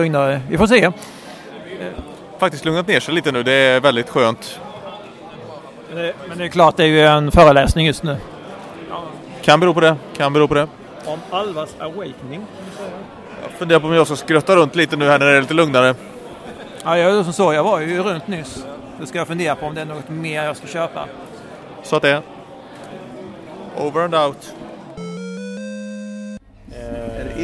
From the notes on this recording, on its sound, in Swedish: Ångestspelpodden besöker Retrospelsfestivalen i Malmö, poddar LIVE därifrån. Ångestspelpodden besöker Retrospelsfestivalen i Malmö, poddar LIVE därifrån.